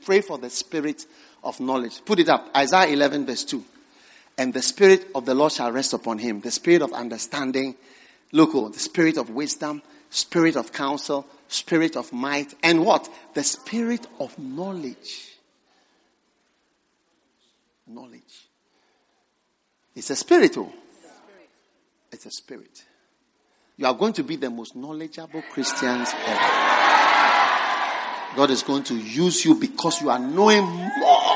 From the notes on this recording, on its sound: Preached at the First Love Center.